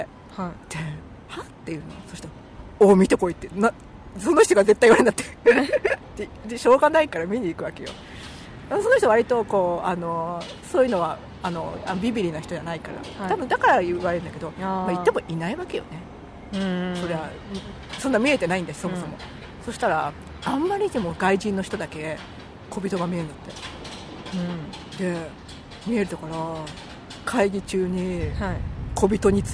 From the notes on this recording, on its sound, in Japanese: はじめての野外録音なので音量が分からなかったので各自調節よろしくお願いします。若干ホロ酔いなので。